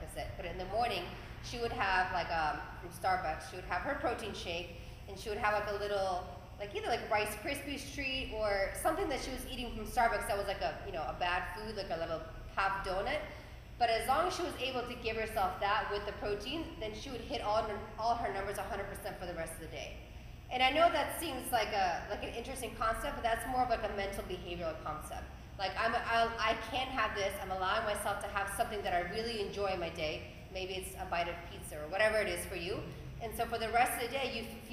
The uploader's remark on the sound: Present to a live audience at Peak 360 in South Miami.